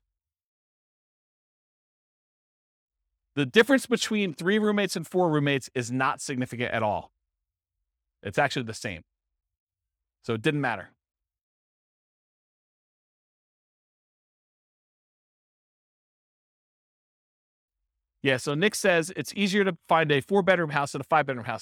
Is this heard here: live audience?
yes